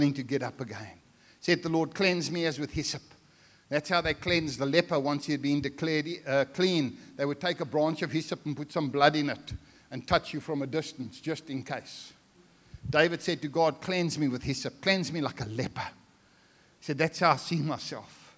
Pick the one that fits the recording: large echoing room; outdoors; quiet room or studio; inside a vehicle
large echoing room